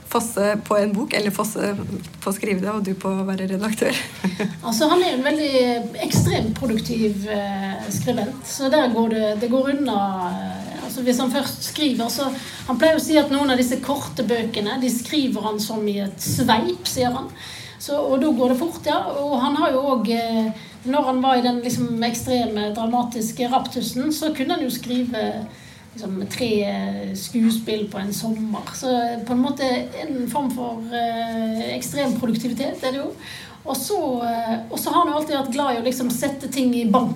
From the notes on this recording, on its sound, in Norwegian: Et live-opptak av samtalen.